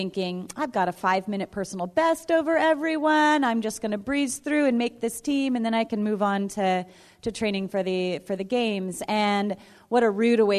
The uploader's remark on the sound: We share a few of the stories we collected from runners at our mobile recording booth at the Boston Marathon Expo this past April